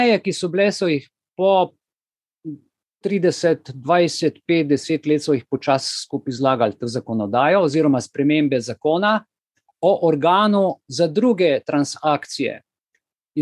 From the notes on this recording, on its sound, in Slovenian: Zoom srečanju, ki je pred vami